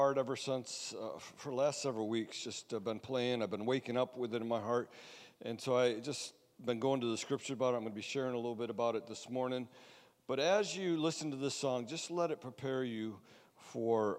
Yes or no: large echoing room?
yes